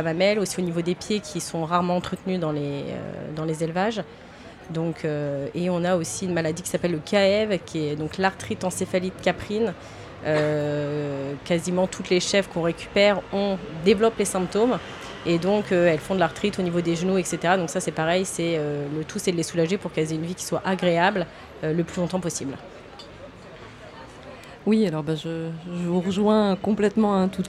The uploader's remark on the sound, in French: Plateau radio Vegan Place Tours. Une table ronde enregistrée le 17 juin dernier lors de la Vegan Place de Tours.